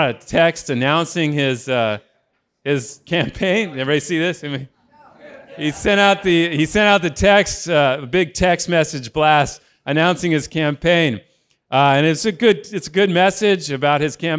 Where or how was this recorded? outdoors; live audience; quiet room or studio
live audience